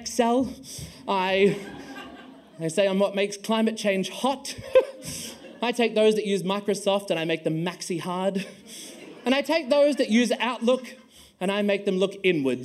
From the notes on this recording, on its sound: For the Wheeler Centre’s 2023 end-of-year showcase. The following recording is an excerpt from the event. At The Wheeler Centre.